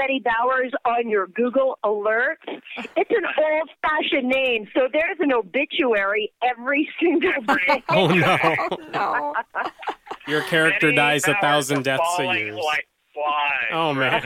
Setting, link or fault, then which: link, phone line